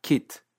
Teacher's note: En muchos acentos australianos, esta vocal se pronuncia alta, casi como I. · Term: vocal de kit